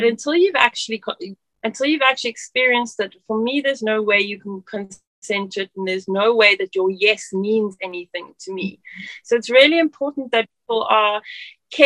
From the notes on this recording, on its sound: As our Zoom call began.